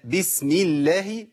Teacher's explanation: لام لفظ الجلاله هنا واسم الجلاله كلمه الله مرققه. ليه؟ لان قبلها مكسور